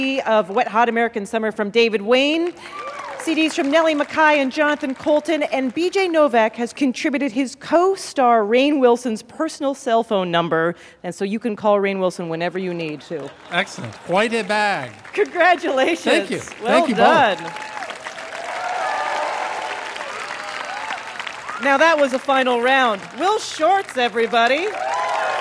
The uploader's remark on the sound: LIVE From Central Park, It's Ask Me Another.